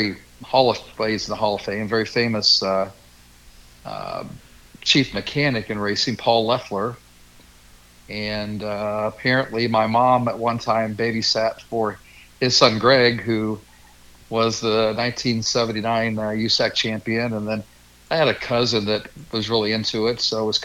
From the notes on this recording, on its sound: joins us via phone